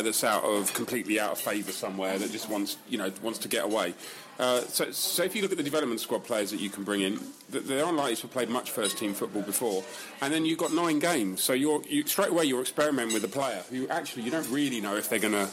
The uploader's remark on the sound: The Beesotted crew hooked up on the edge of QPR territory - at the Queens Head Pub in Brook Green, Hammersmith. In the pub. On the phone.